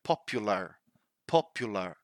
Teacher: in American English, they do pronounce the R, so you might hear something like popular, popular, right?